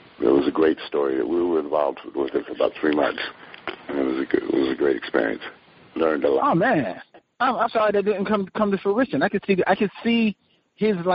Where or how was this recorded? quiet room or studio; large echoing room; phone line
phone line